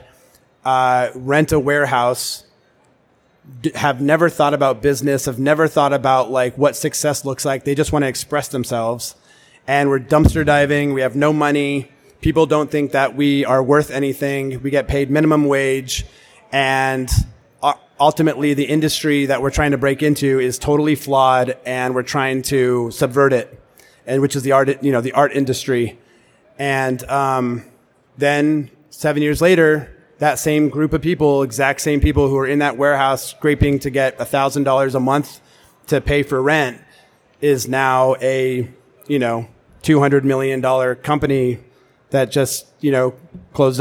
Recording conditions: live audience